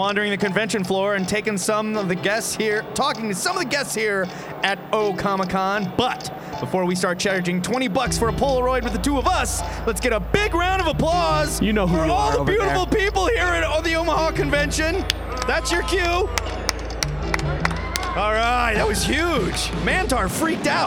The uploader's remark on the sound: Recorded LIVE from O Comic-Con 2015!